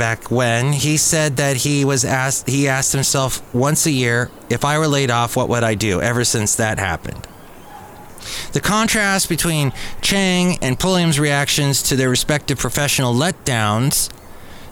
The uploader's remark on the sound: podcasts live from Cafe Anyway